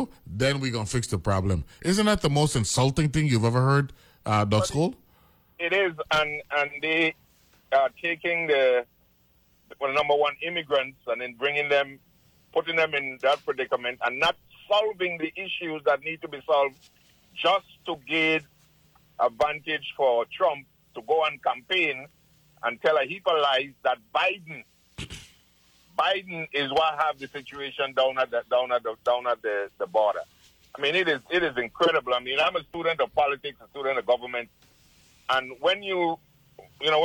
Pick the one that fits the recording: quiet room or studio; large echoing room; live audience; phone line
phone line